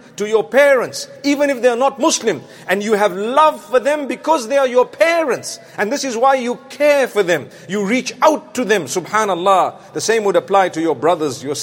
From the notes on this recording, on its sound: Jumu&#8217;ah Lecture from London Holloway Masjid